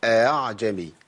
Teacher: بيخلي الهمزة بين الهمزة والألف. أقول أعجمي ما أقولش ولا أقول أعجمي.